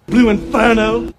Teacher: So Southern English accents are non-rhotic. You leave the R sound out after a vowel in a word like inferno.